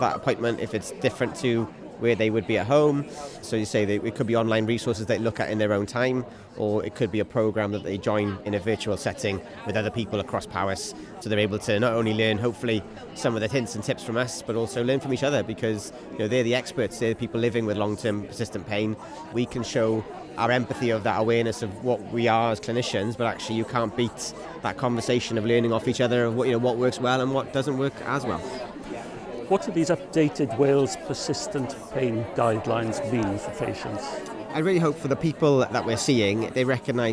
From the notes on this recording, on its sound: This edition of Airing Pain was recorded at the Living Well with Persistent Pain in Wales conference